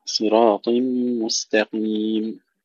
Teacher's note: ننتبه إلى تفخيم الصاد والطاء والقاف جيدا مع ترقيق التاء